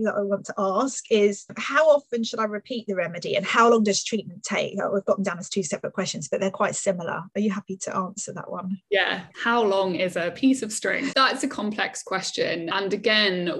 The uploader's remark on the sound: Live by Zoom